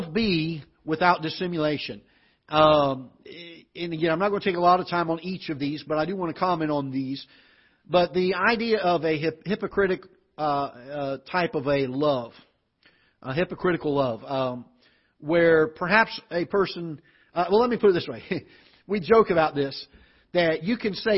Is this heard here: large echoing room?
yes